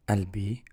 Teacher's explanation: The قاف here is not pronounced. Some dialects they do pronounce it, so they say قلبي or بالفصحى قلبي.